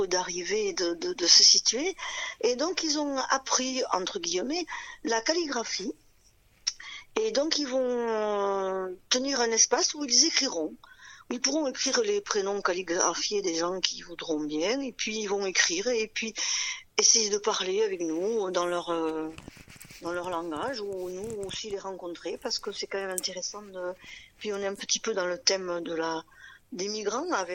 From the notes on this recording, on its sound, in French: Entretien téléphonique